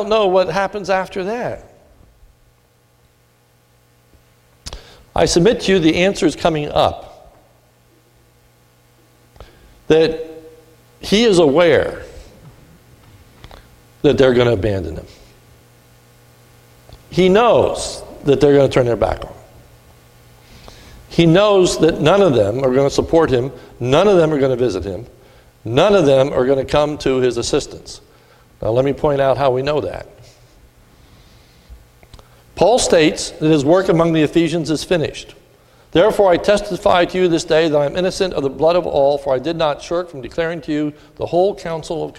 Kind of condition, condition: setting, large echoing room